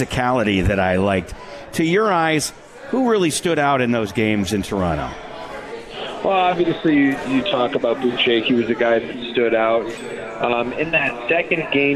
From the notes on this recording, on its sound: Live from the 72 Tavern for Utica Comets #Insider.